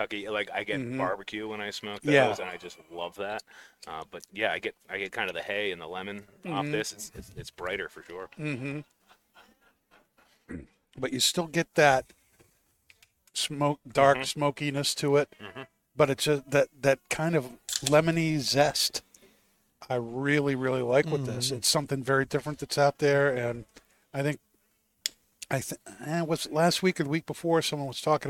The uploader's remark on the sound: Recorded live from the 7-20-4 Lounge!